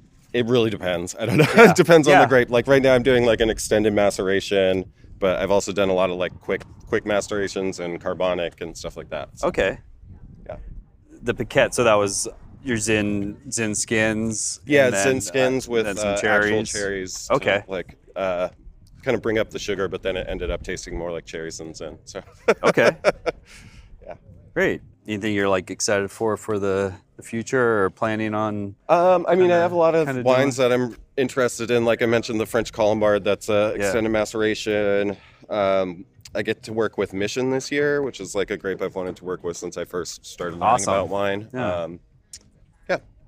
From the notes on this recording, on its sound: Interviews with some of the winemakers at the By The Way Festival November 2022. By The Way is a wine festival held regularly in Richmond, CA.